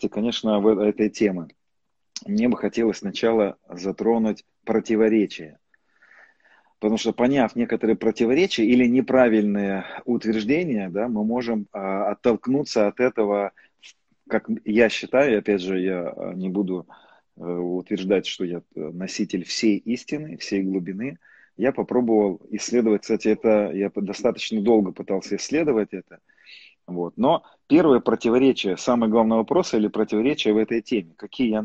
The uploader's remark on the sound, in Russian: Запись первой части прямого эфира из инстаграма.